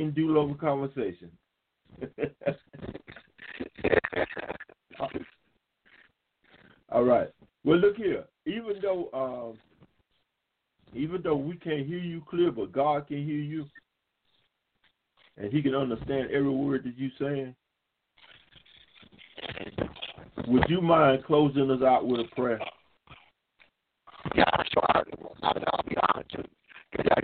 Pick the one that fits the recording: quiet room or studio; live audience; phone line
phone line